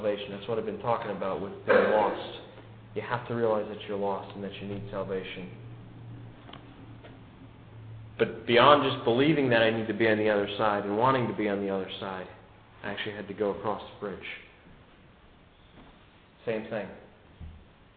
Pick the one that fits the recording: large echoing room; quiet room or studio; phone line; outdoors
large echoing room